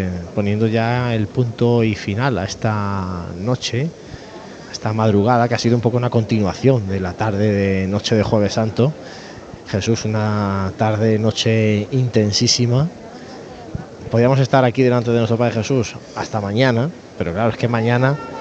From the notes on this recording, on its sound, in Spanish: Retransmisión en directo de la Madrugada en Jaén en el año 2023.